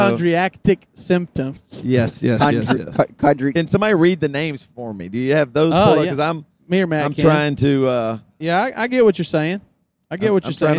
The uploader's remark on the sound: We re riding down the road in the middle of the California Desert so we decide to record a pod!